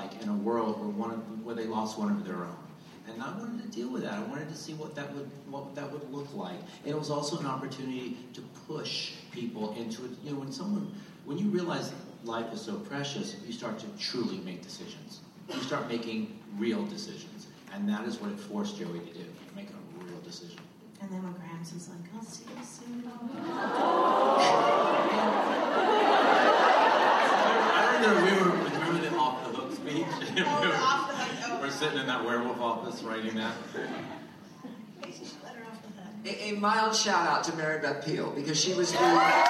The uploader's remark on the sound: Dawson's Creek writers room reunion. Recorded at ATX Television Fest in June 2015.